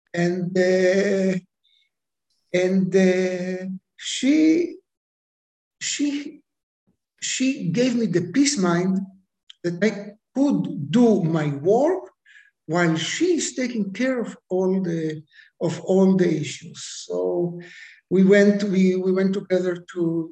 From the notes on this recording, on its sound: goes international via Zoom